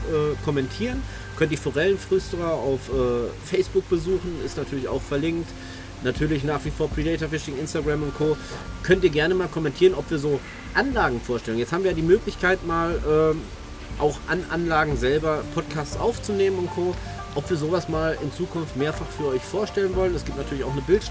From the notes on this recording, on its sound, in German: An der Heidermühle. Wir nutzen die Zeit unseren ersten Podcast Live vor Ort aufzunehmen.